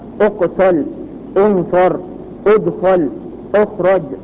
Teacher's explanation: فتضم همزة الوصل هنا لانضمام عين المضارع